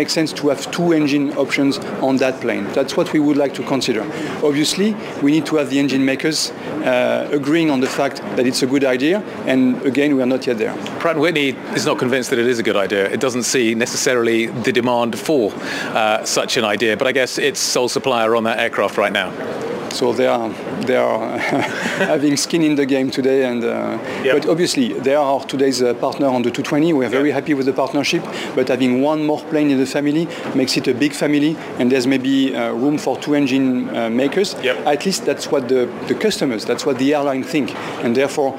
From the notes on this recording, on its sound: live from the Paris Airshow